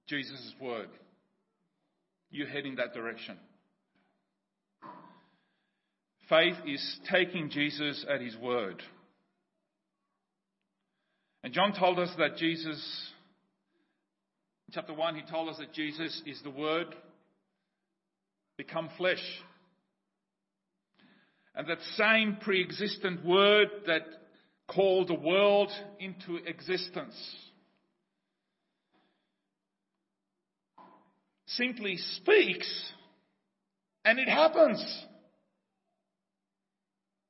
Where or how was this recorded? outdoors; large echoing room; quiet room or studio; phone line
large echoing room